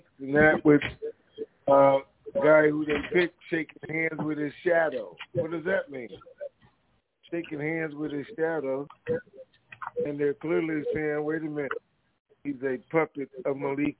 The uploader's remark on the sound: TNTSuperfantastic Conference Call